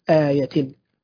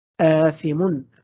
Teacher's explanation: الهمزة الممدودة في كلمة آثم وآية ونحوها تقرأ مد بمقدار حركتين، هكذا آية آية، ثم نأتي بالتاء ونقول تن، ثم نجمع الكلمة من أولها آية.